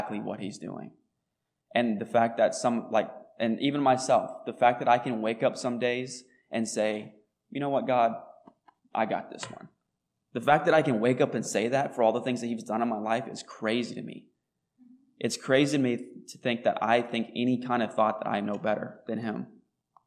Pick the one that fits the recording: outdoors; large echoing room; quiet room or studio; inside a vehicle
large echoing room